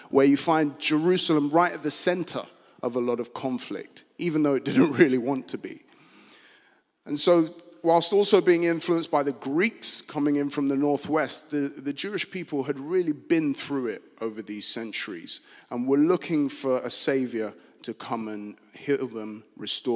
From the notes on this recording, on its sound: Streamed live at St Paul's Shadwell